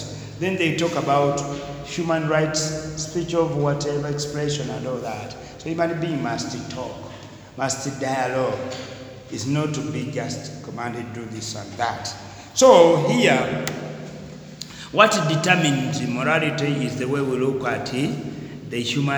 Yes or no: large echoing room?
yes